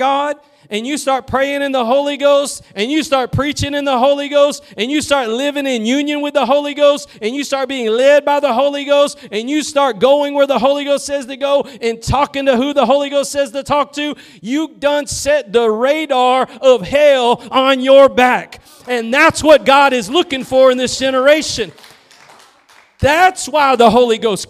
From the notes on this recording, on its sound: Preached at Gospel Lighthouse in Bossier City, La.